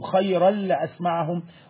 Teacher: فهدخل على طول التنوين جوه اللام، فبقى اسمه ادغام بغير غن، ادغام بغير غن.